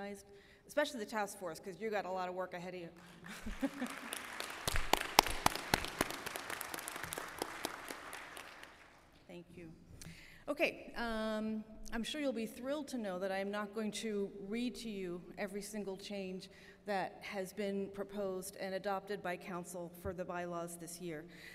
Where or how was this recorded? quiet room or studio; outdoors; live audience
live audience